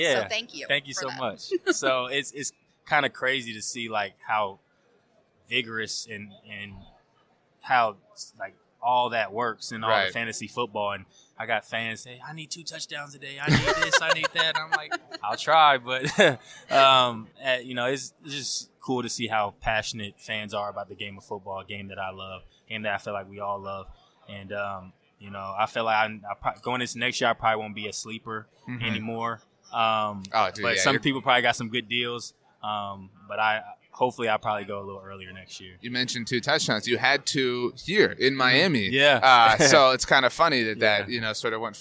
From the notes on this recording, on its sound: On Super Bowl Radio Row!